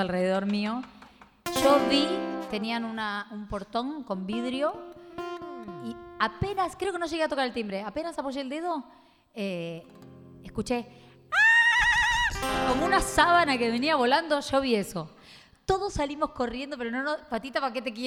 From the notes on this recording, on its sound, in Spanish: Copó el auditorio en Maipú 555. Sobre el histórico escenario de Radio Nacional y ante el público.